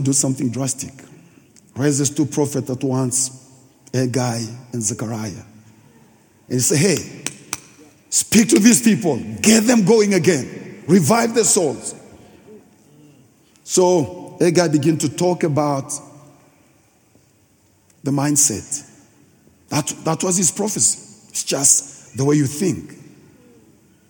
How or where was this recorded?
large echoing room